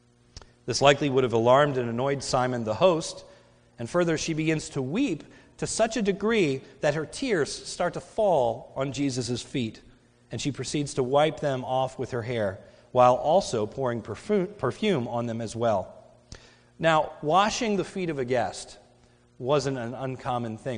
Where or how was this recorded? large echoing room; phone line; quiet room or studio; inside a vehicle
large echoing room